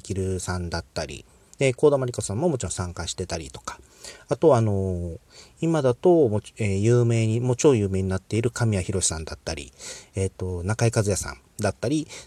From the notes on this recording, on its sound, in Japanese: クーラーかけないでの車中収録、眠気もあってかトークが安定してません（いつものこと）。